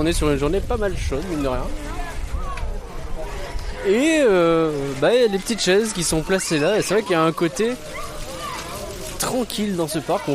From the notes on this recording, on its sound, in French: Reportage DEPUIS le Jardin d'Acclimatation, découverte du parc DANS Paris !